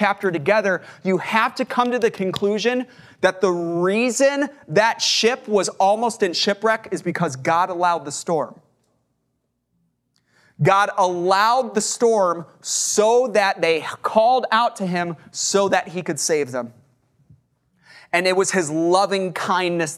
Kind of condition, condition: setting, large echoing room